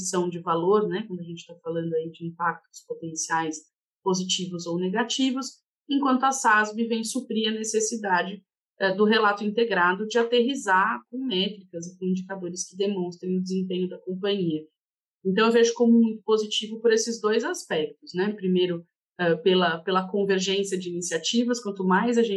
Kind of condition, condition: link, video call